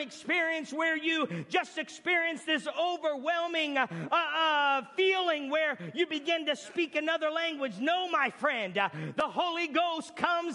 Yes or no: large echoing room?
yes